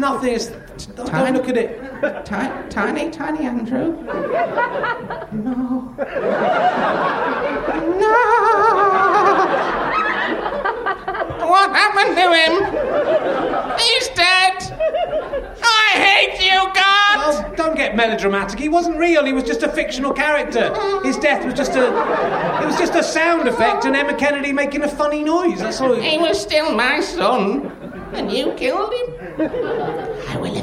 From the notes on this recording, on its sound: The audience are the filthiest and most depraved thus far